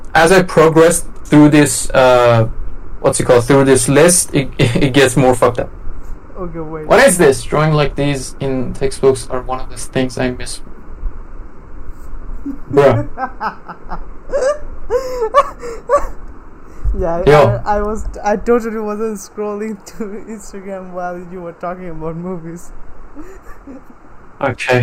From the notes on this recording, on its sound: Sorry for the bad audio quality. I fucked up when recording.